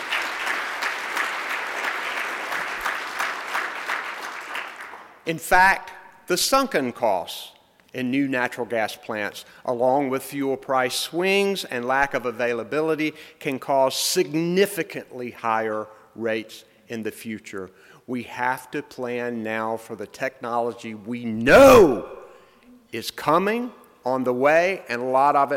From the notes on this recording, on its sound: speech from NCSEA’s recent Making Energy Work conference which took place November 2-3 in Raleigh.